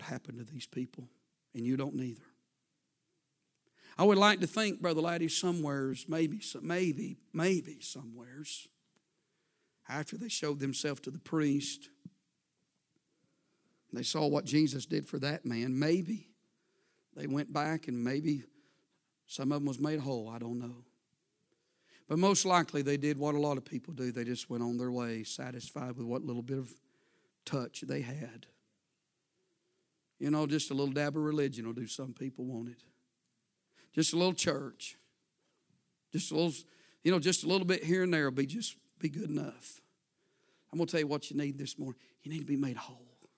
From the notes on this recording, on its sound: A sermon preached Sunday Morning.